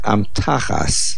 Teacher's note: The word is pronounced amtachas, the main accent on the tuf. · Term: mil'el